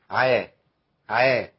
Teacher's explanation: في انفتاح طول الفم، عا ما فيهوش اطباق · Term: منفتح